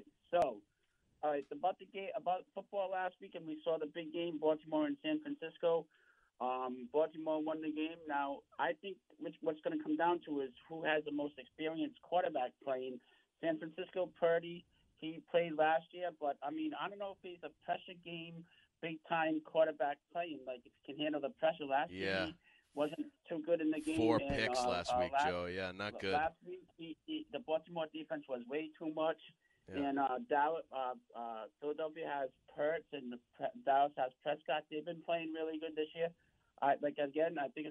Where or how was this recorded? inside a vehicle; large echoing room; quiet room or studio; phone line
phone line